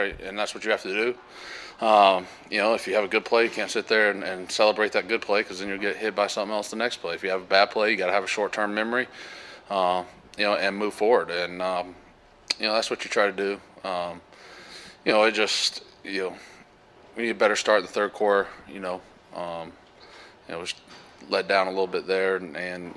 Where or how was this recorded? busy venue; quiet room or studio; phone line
busy venue